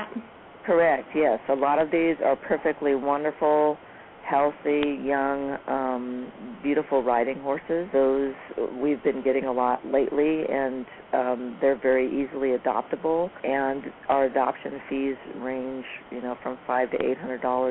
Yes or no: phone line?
yes